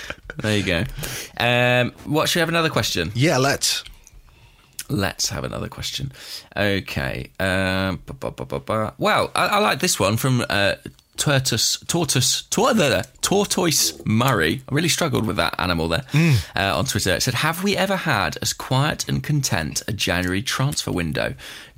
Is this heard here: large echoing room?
no